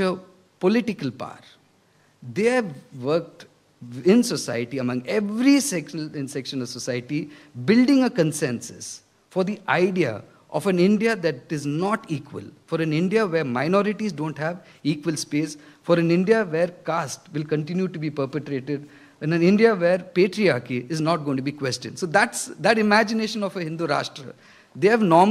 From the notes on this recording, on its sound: this keynote address was delivered at the ecosocialism conference hosted by Green Left Weekly and Socialist Alliance